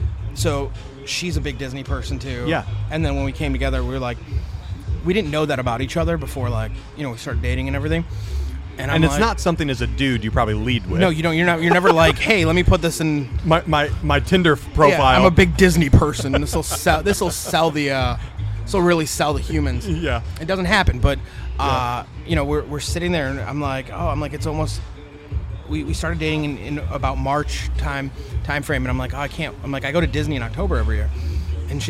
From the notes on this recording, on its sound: We are live from The BBQ LOve Fest in Tampa Florida again sitting down with another amazing pitmaster.